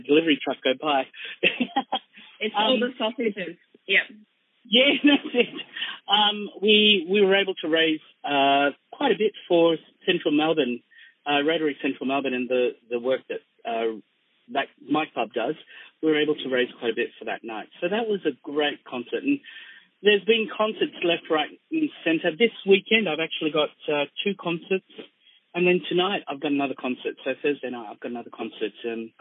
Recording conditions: phone line